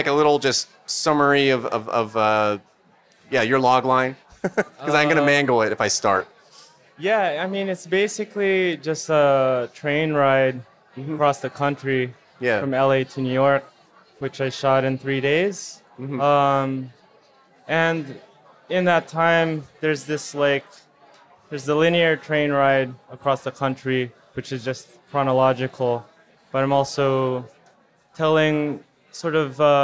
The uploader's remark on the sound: The True/False festival (based in the college town of Columbia, Missouri) has grown into one of the most outstanding annual showcases for documentary film. “Toasted,” the True/False festival’s very late-night wrap-up event, in front of a lively audience.